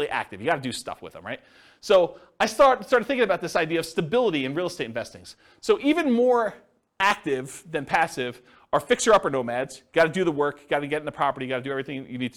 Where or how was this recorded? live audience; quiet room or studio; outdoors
live audience